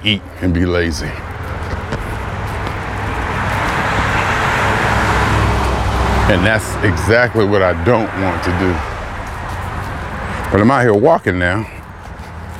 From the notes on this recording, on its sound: Me Walking Talking